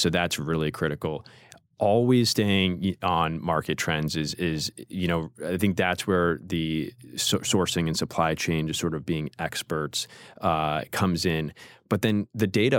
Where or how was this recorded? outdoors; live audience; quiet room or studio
quiet room or studio